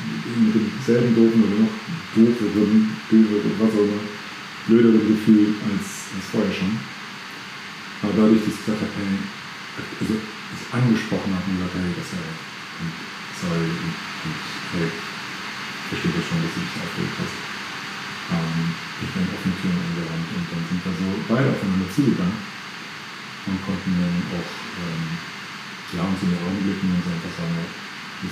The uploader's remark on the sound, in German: Nochmals sorry für die Tonqualität heute.